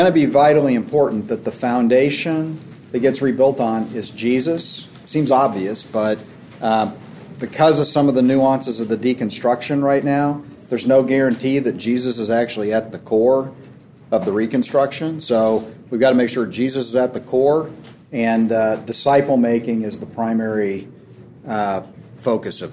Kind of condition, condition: setting, busy venue